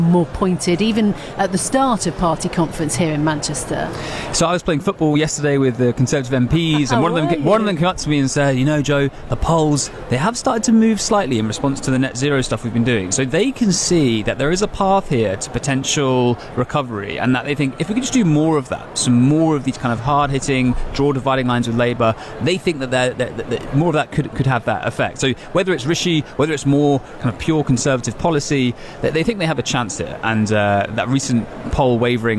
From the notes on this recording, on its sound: In this special episode from the Conservative Party conference in Manchester